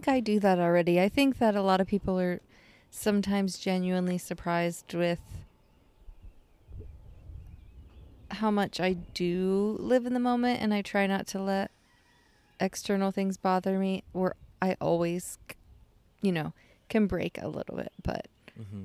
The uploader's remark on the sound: We recorded this on our back deck tanning on our chaise loungers, so if you hear birds in the background that is why.